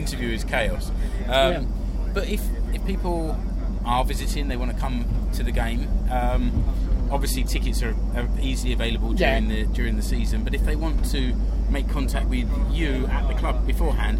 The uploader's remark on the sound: It was recorded on the coach to watch SJK vs KPV in the Suomen Cup in February 2018 – so there's a little background noise.